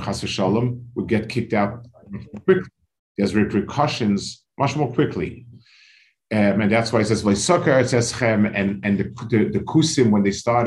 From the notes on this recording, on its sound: This shiur take place over Zoom on Motzei Shabbos.